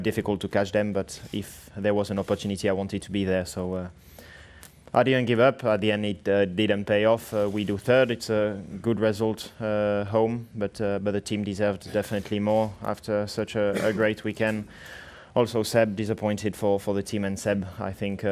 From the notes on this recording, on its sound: Canada Sunday Post-Race Press Conference